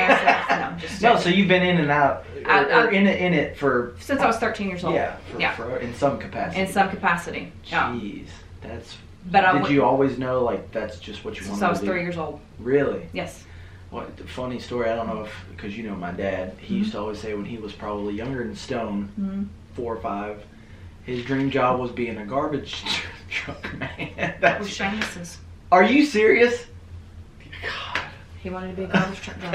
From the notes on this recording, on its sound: I had audio issues with the microphones so the audio is from the backup device. Apologies for the poor quality.